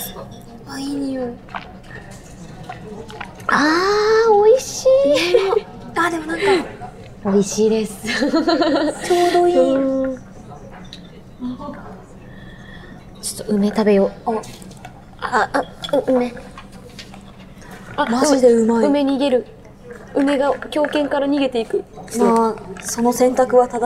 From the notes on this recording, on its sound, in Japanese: 今回はニッポン放送を飛び出して「The CHOYA 銀座BAR」さんにお邪魔しての収録です！